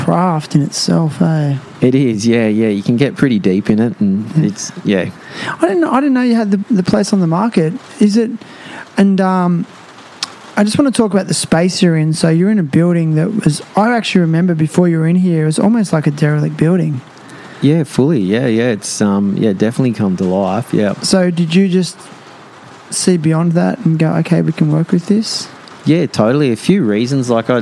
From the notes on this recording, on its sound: live and in-person at his store Quay Collective